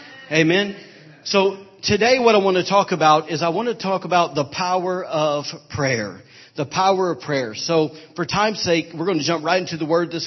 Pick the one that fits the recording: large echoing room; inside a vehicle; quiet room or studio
large echoing room